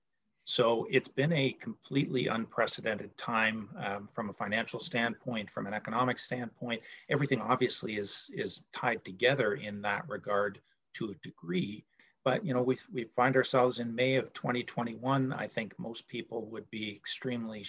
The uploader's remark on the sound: Recorded from The Great Canadian Aftermarket Trade Show Live Virtual Conference Session